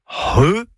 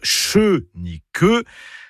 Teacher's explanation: C'est le C'H, qui sert à écrire le son RE, et donc pas CHE ni QUE, c'est RE. C'est un gros H aspiré. · Shown in: first take · Pensez à un hangar, hein, voilà, comme ça, ça va vous aider.